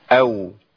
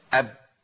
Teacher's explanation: الواو بتخرج بانفراج بين الشفتين أو، لكن الباء بتخرج بانطباق الشفتين أب